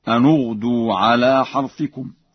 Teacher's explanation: قرأها ورش بضم النون هكذا: أن اغدوا على حرثكم.